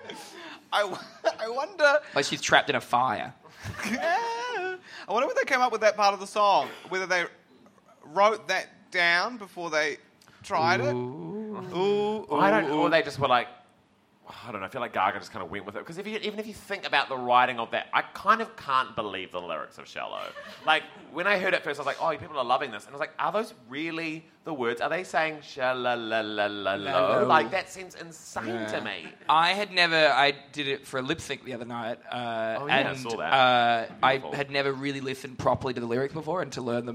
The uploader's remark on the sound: are live in Melbourne